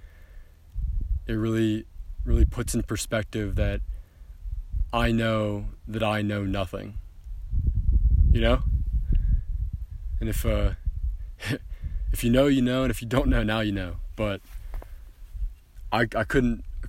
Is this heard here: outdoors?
yes